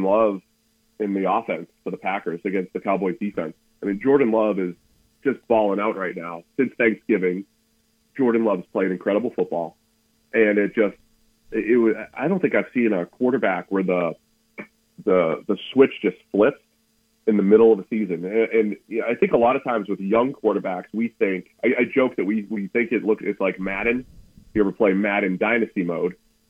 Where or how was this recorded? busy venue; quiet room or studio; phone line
phone line